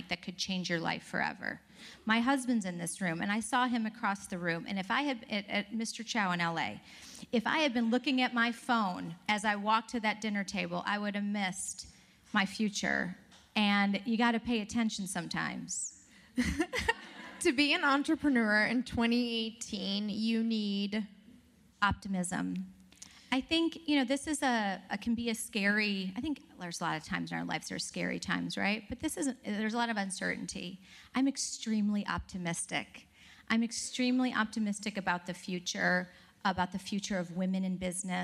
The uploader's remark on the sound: Live from the WorkParty Tour